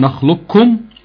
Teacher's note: فيها وجهان، الوجه الأول إضغامها إضغاما كاملا وهو المقدم في القراءة، تبقى نخلقكم بالشد على الكاف والقاف راحت خالص، أو إضغاما ناقصا ببقاء صفة الاستعلاء في القاف، نخلقكم، تمام.